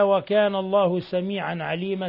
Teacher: تنوين فتح جاء بعدها العين الحكم التجويدي إظهار حلقي، ثم عليما الوقف على تنوين الفتح بالألف دون زيادة عن حركتين لأنه مد عوض.